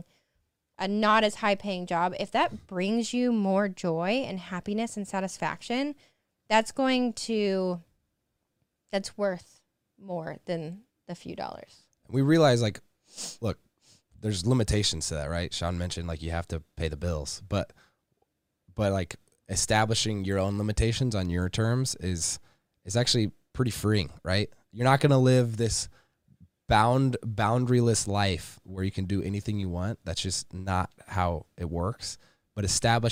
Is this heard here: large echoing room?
no